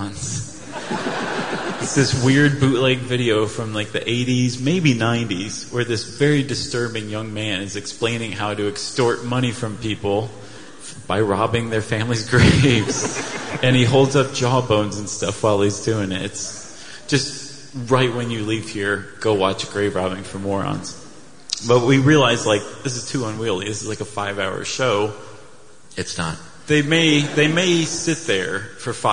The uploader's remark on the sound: Stuff You Should Know Live in London